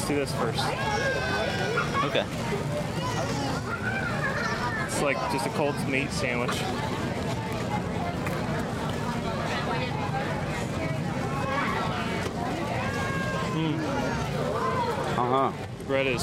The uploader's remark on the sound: Live Reviews from the Food and Wine Festival. Have a live review show this week as we walk around Epcot's Worldshowcase and review food from 25 kiosks at the Food and Wine Festival.